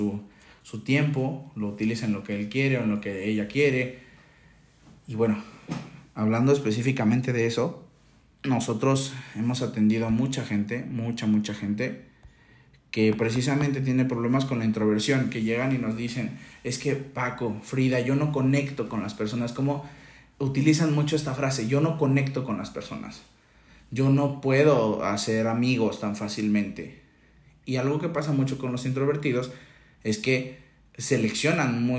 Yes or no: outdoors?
no